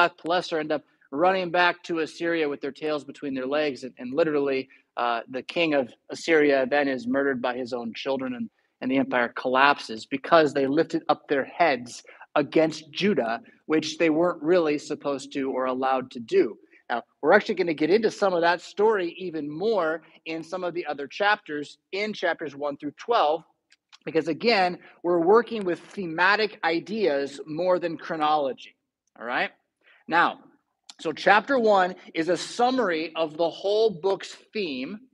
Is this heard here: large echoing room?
yes